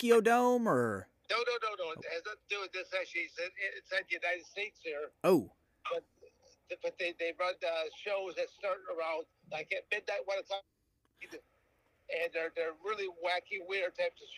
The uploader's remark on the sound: This episode was recorded via the phone. We made the best of the audio we could.